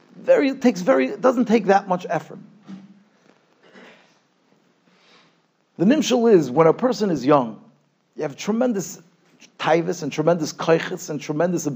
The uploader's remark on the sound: Shiur recorded in Yeshivas Ohr Reuven, Monsey, NY.